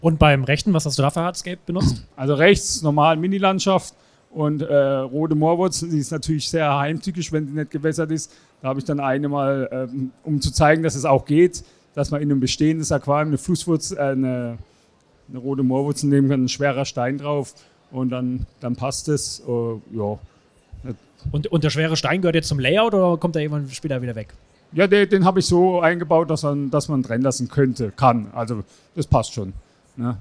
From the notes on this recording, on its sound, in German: Live Präsentation auf der Interzoo 2022. Am Stand 311 der ideellen und fachlichen Träger der Interzoo ZZF e. In Halle 4 verfolgt und im Nachgang direkt ein Interview mit ihm aufgenommen.